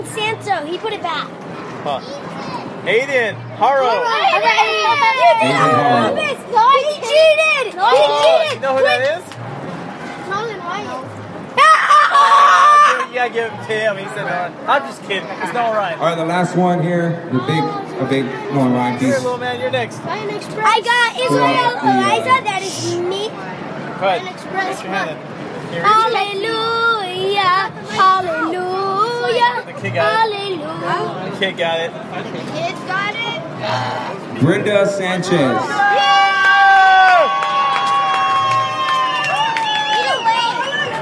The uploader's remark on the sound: All Angels Podcast Live under the Big